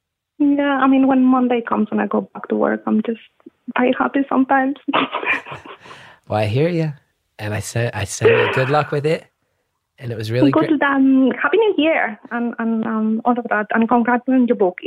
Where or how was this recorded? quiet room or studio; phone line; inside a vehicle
phone line